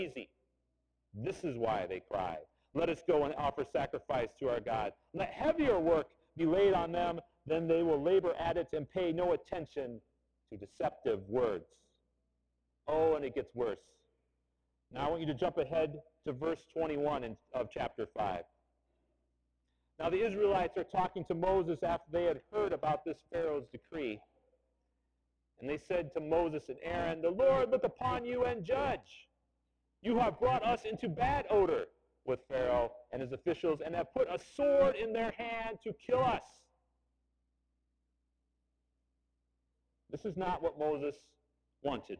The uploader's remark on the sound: I apologize that the audio is not as good as it has been in previous weeks. You might have to turn it up a little more.